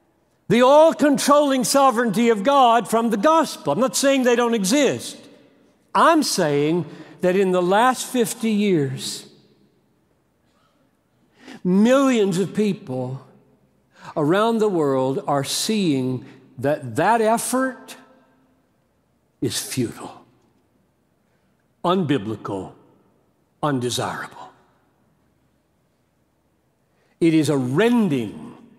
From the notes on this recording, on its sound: preached this message at The Gospel Coalition 2019 National Conference